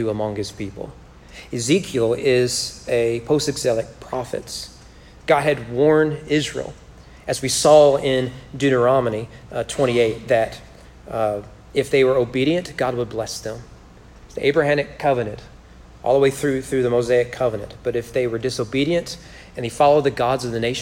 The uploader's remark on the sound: Sermon was preached at Corinth Baptist Church in McQuady, KY on March 22, 2021 during their Man Up Monday event.